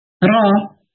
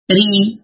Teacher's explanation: را ہیوی ہے ری لائٹ ہے · Term: مشترک لیٹر